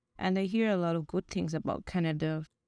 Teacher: She's pronouncing thing as ting.